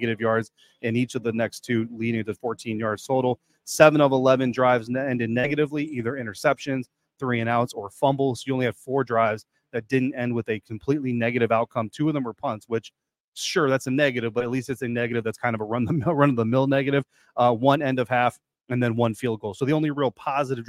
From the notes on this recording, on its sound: On this postgame episode live from FedEx Field.